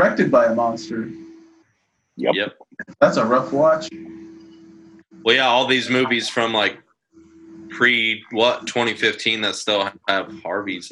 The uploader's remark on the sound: AUDIO DISCLAIMER: This was recorded using Zoom during the recommended social distancing time of the COVID19 pandemic. This Is not representative of the quality of audio we prefer.